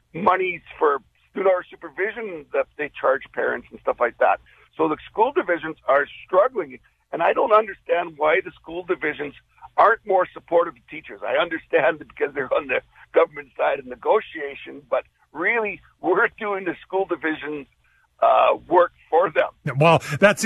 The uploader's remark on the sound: opens up the phone lines to take your calls